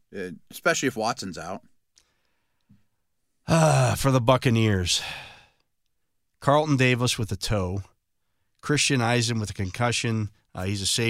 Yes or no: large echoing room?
no